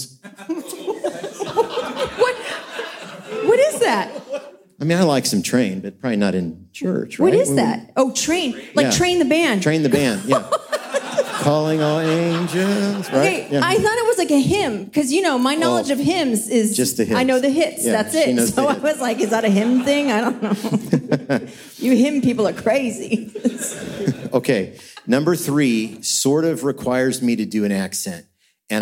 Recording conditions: live audience